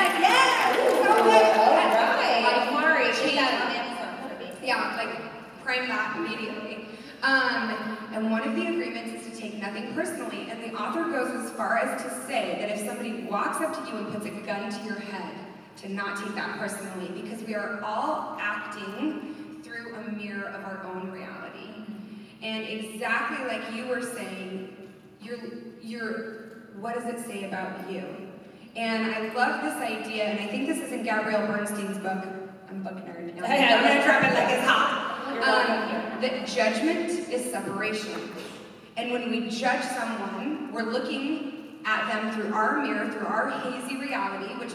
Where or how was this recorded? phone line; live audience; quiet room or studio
live audience